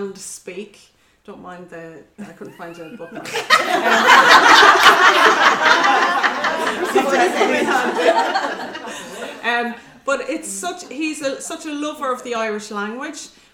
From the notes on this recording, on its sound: This episode was recorded at a recent Wild Women Within live event.